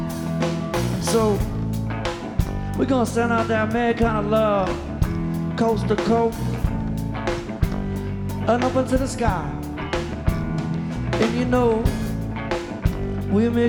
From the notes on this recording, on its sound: Live at Nashville Sunday Night. By Lightning100.